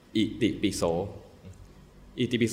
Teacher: ่สะกดด้วยอะอิอุจะเป็นสวดสั้นๆถ้าหนึ่งจังหวะถ้าคำคำทั่วๆไปหนึ่งจังหวะไอ้คำเหล่านี้จะเหลือแค่ครึ่งจังหวะเช่นอิติปิโสอิติปิโสเนี่ยอิติปิเนี่ยครึ่งจังหวะหมายถึงว่าคำละครึ่งนะ อิครึ่งติครึ่งปิครึ่งแล้วก็โสเนี่ยเต็มจังหวะโสเป็นสระเสียงยาว